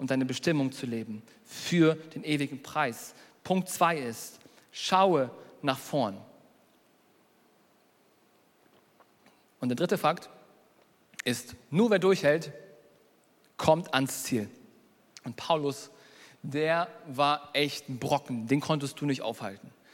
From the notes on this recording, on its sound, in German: Predigt der hoop Kirche.